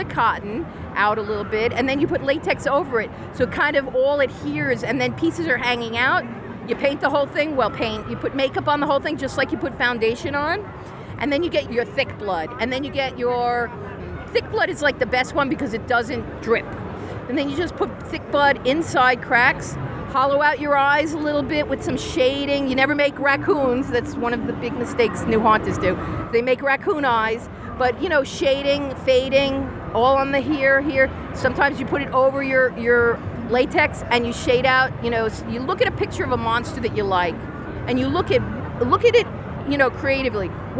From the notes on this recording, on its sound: talked with us onsite during ScareLA 2018